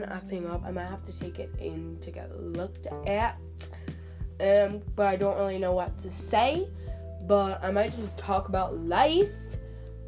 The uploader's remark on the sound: sry the audio is shit my headphones were unplugged